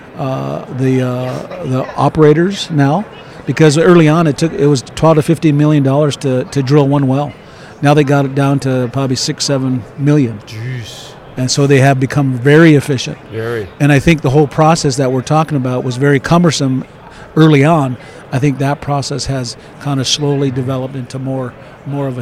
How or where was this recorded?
busy venue